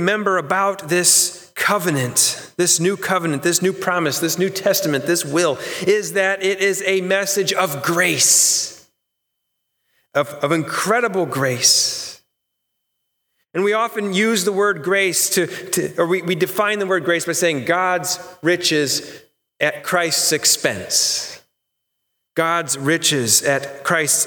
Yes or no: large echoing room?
yes